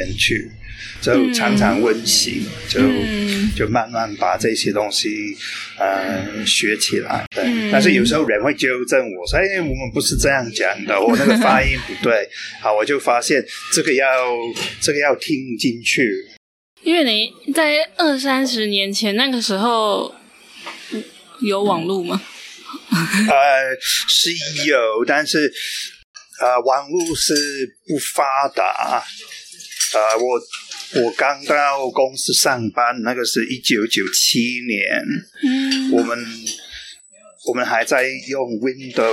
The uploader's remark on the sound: This interview was recorded in a cafe so the audio quality isn't as good as usual. PS, 這集訪問是在外面錄的，所以音質沒那麼好. Special thanks to 存憶 Cafe Bar for letting us record there.